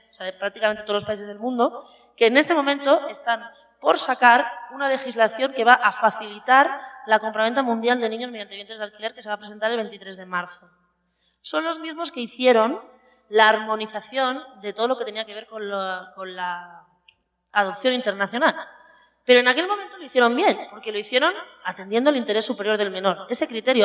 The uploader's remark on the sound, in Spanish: El foro se celebro en la Facultad de Derecho.